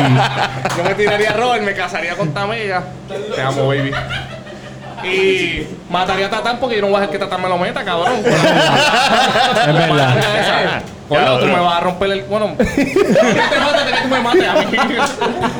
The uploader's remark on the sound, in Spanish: El Cuido Podcast LIVE. Nos fuimos para #TACOS e hicimos un LIVE.